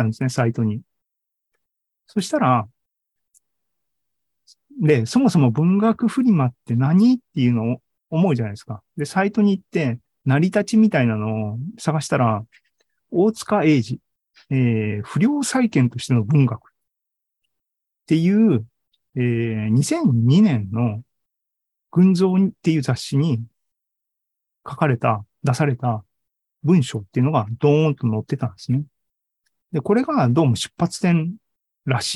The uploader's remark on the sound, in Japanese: ２０２２年１０月２６日に開催した ZOOMライブの模様です